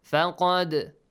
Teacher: Echoing sound with the dal. · Term: قَلْقَلَ